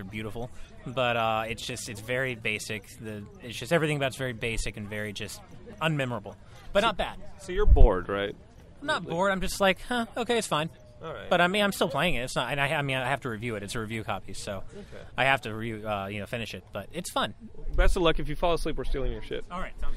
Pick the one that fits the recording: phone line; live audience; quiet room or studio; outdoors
outdoors